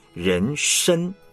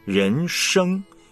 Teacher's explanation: 这个前鼻音后鼻音是不一样的